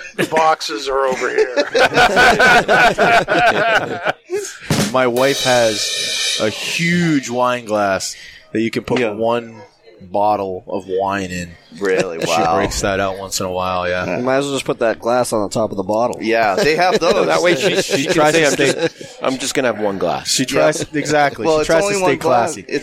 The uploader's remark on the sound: Recorded live in the 7-20-4 Lounge!